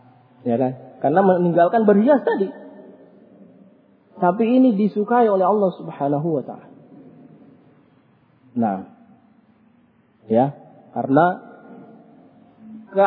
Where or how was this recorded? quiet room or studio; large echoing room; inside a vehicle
large echoing room